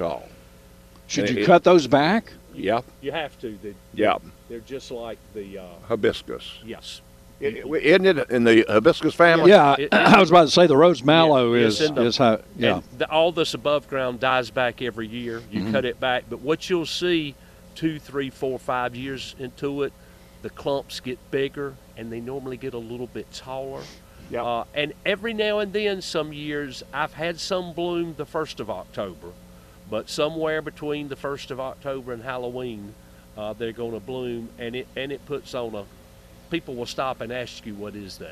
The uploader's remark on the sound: broadcasting live from the NC Wine Festival.